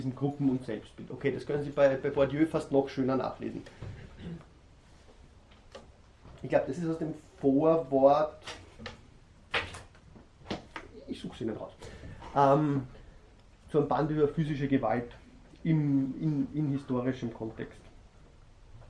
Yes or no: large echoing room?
yes